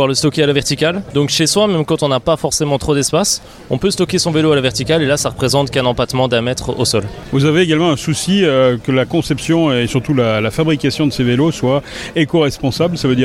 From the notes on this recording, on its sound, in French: lors du Cargo Bike Festival à Lyon